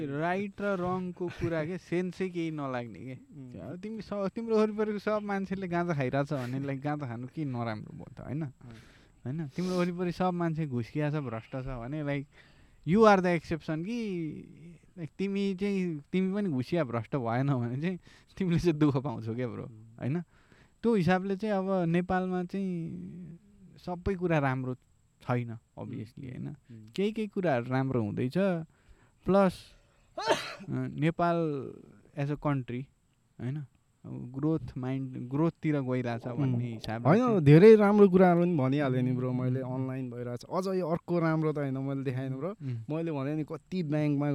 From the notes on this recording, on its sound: This is the first episode of the podcast where we shot outdoors